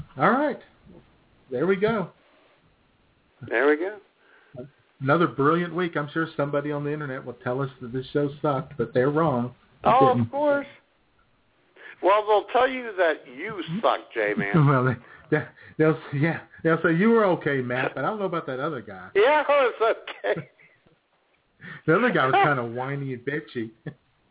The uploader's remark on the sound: your phone calls